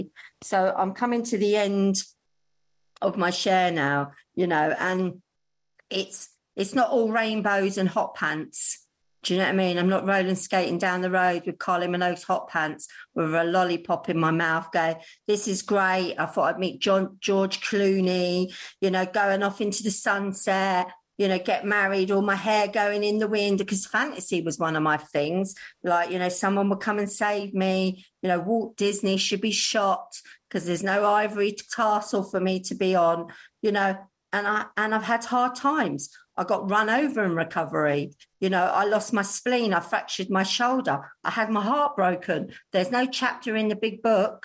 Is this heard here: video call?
yes